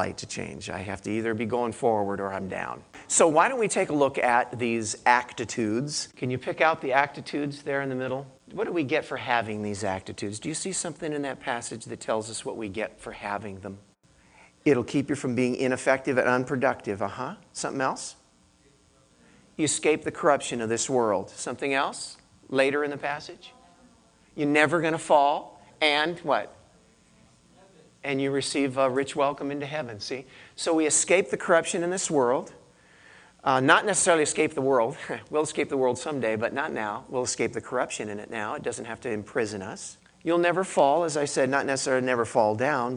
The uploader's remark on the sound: I gave this message to our church in Santa Cruz